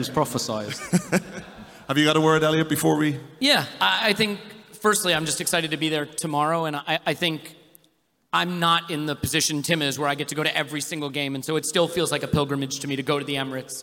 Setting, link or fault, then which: setting, live audience